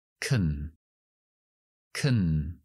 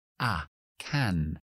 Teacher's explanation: Así que vamos desde el sonido largo a de ka can, a un sonido mucho más débil y mucho más rápido y corto que se llama schwa · Shown in: first take · que es a, y se queda en kn.